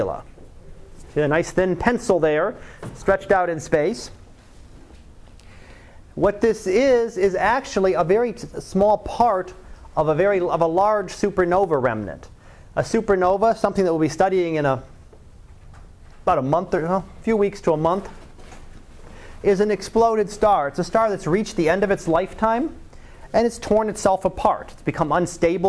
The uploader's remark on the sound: Live Class Lecture